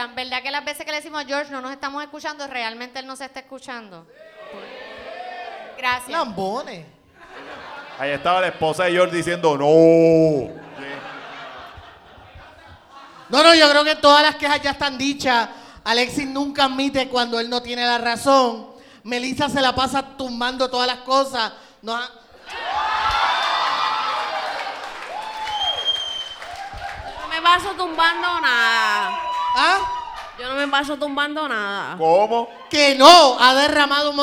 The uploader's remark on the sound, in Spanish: Fue el súper invitado especial de Siempre es Lunes Live: Primer Aniversario. Contestar preguntas frente a la Gentuza celebrando el primer aniversario en vivo.